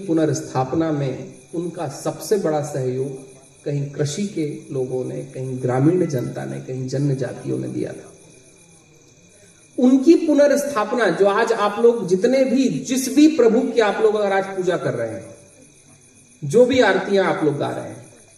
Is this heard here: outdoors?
yes